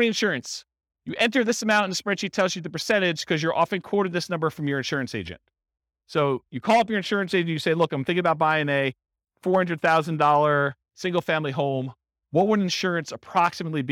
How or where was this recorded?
live audience